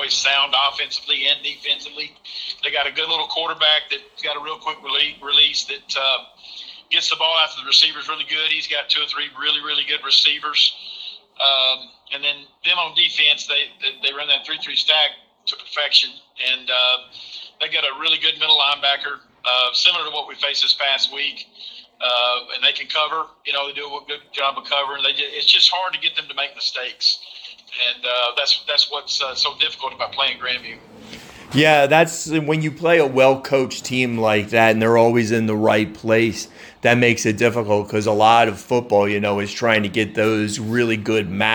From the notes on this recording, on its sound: This interview was recorded by phone